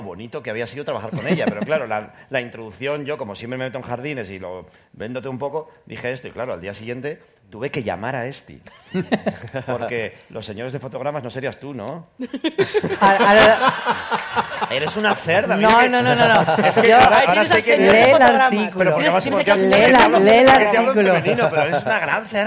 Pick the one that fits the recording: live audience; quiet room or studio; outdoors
live audience